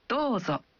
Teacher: Saat Anda mengatakan Dozo. Anda mengucapkan vokal O dalam Do satu ketuk lebih panjang